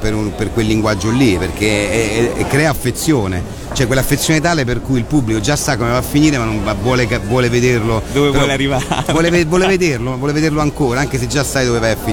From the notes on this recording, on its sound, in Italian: intervistato a Lucca Comics & Games 2013